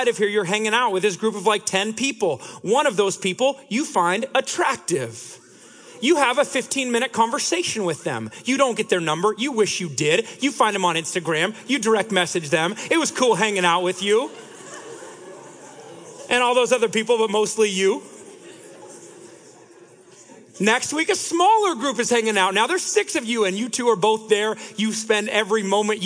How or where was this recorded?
live audience